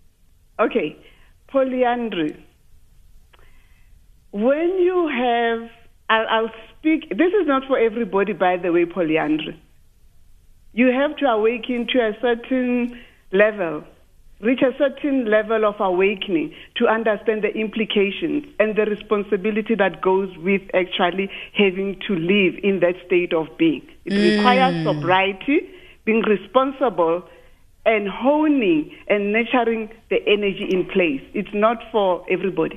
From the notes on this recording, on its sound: Guest (phone)